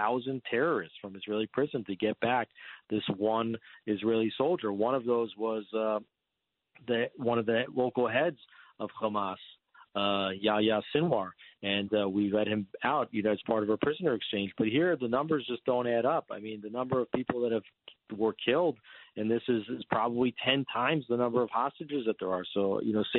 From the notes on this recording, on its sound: calls in to give another live update from Jerusalem